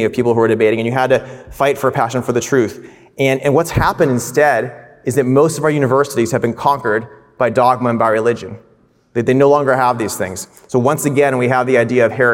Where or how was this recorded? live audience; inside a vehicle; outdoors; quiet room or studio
live audience